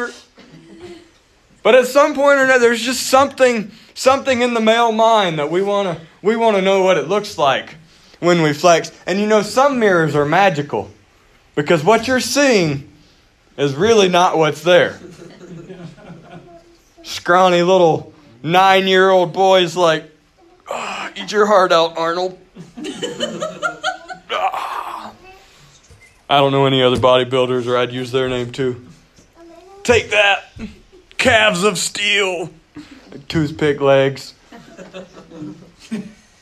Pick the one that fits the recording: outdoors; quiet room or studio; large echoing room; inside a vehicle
large echoing room